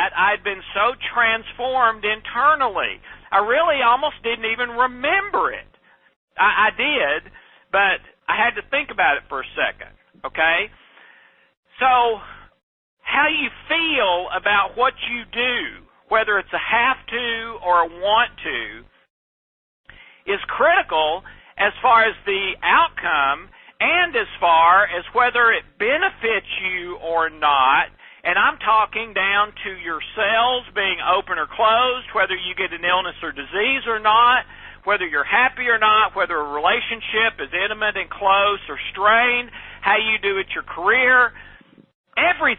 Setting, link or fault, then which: link, phone line